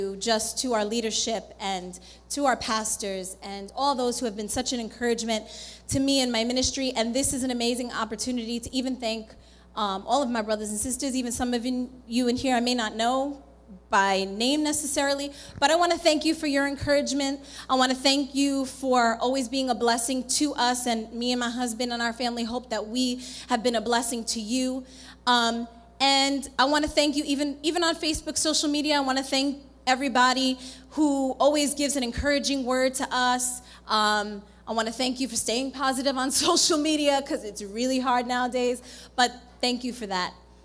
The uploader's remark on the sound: This sermon was recorded live at The Sanctuary Fellowship, 1469 St. Peters Avenue, Bronx, NY.